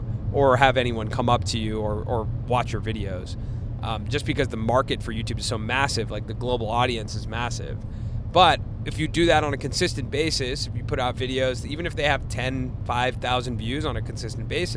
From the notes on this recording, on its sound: While we were driving from Pheonix to Flagstaff Arizona, we turned on our mics and recorded one of our most vulnerable conversations to date